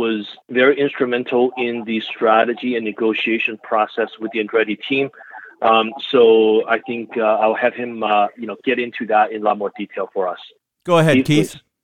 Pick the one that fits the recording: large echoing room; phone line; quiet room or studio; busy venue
phone line